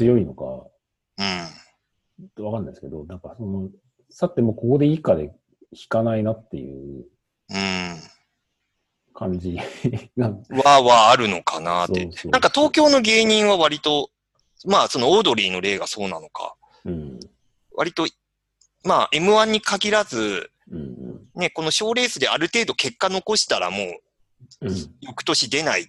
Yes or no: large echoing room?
no